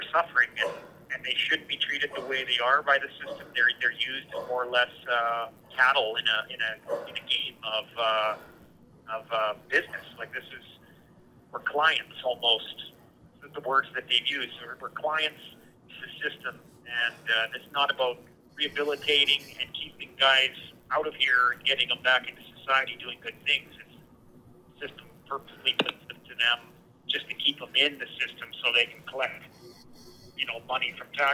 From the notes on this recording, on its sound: Joins us on the phone from the remand centre in Lethbridge.